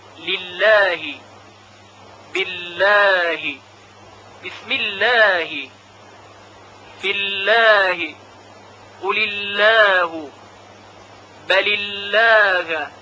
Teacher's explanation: اگر قبل از لام جلاله الله کسره باشه، مثل بقیه موارد حرف لام ترقیق میشه